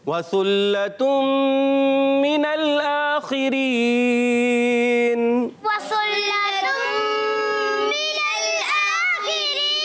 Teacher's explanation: واو کی ادائیگی ہوتی ہے ہونٹوں کی گولائی سے